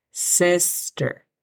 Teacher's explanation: al pronunciar la S, no añadamos la E antes de sister